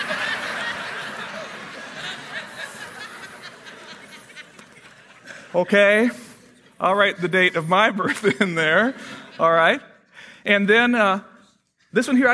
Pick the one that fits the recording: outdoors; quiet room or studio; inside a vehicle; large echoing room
large echoing room